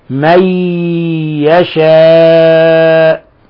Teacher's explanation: نون ساكنة جاء بعدها حرف الياء. الحكم التجويدي إضغام بغنة